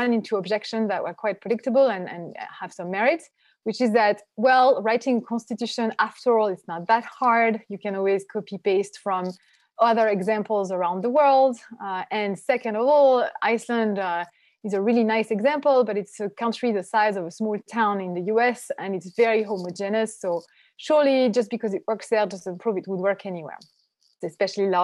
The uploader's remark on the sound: Special Webinar